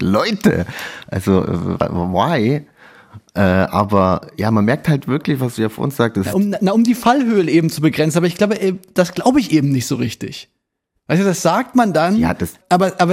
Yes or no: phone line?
no